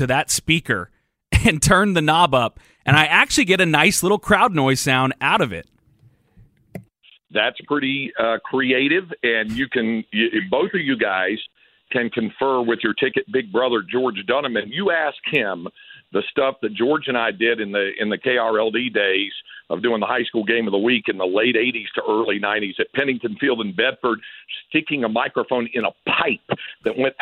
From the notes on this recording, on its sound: hop on the phone